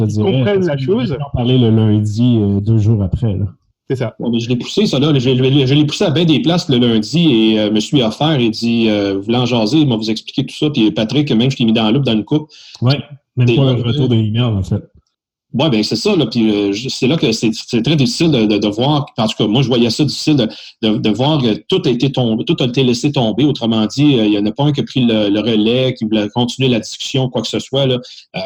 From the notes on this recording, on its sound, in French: Locaux virtuels par Zoom. Montage audio par Intrasecure inc. Locaux virtuels par Zoom.